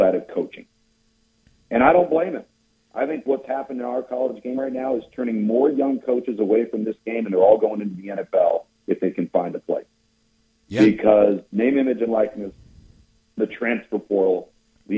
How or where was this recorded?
phone line